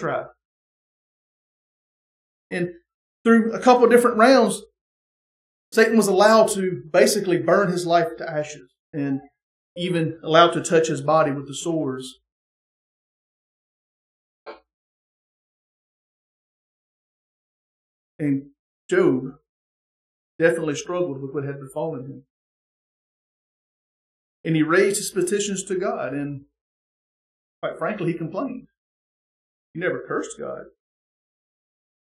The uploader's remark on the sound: The sermon from our Sunday morning Worship Service.